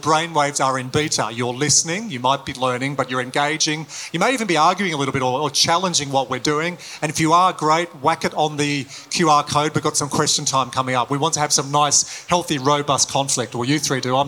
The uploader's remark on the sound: live interview at the Indo-Pacific Sea Power Conference in Sydney